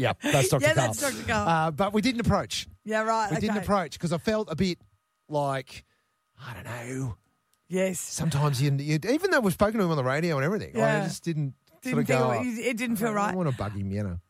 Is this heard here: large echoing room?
no